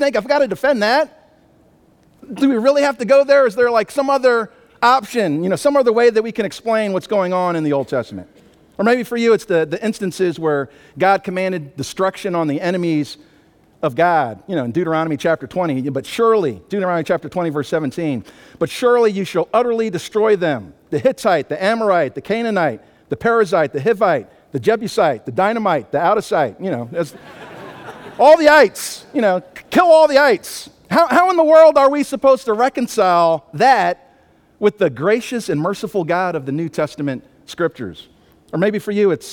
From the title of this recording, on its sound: Sunday Morning Worship Service